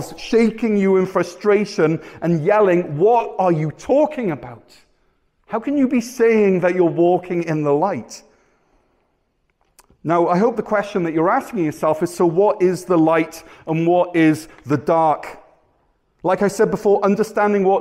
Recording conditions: large echoing room